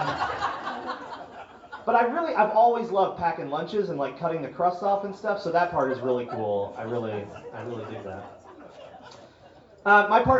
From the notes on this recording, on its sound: In which I try out my new material for the first time in front of a paying audience.